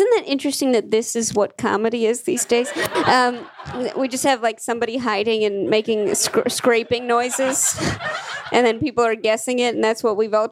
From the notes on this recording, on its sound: LIVE from the 2020 Brooklyn Podcast Festival. At Union Hall in Brooklyn, NY.